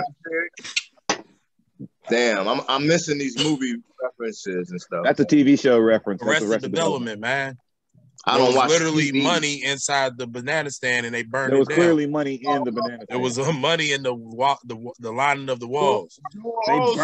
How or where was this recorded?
video call